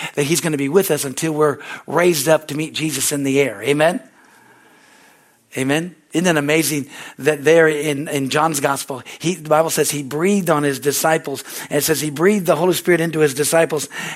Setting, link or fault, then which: setting, large echoing room